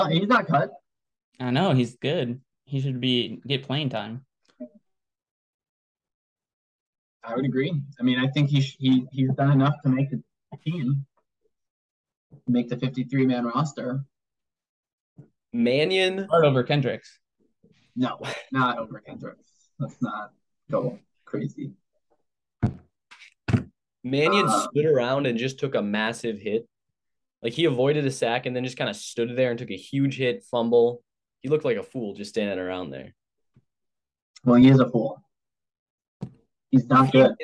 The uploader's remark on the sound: First episode recorded via zoom.